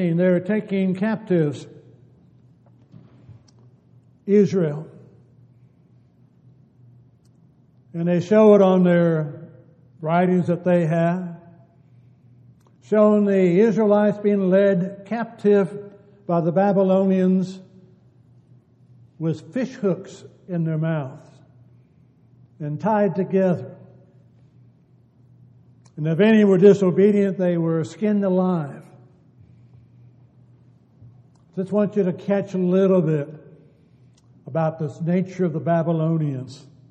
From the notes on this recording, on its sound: Downtown Church Of Christ Audio Sermon